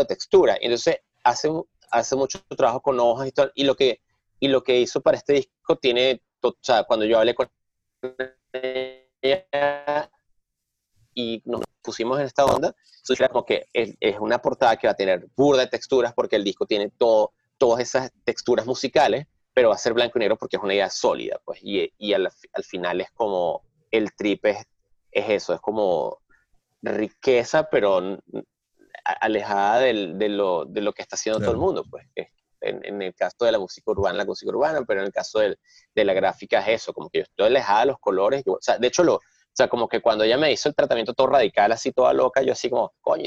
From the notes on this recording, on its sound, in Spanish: Se conectan via Zoom un domingo por la mañana.